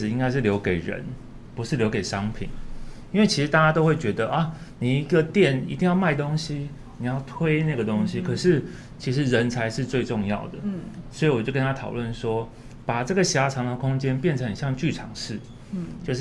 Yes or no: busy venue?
yes